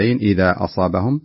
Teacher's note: فمنهم من يقرأ المد المنفصل بالقصر 2 حركات